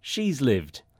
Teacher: Instead of has, lots of English speakers say, z. · Term: z contraction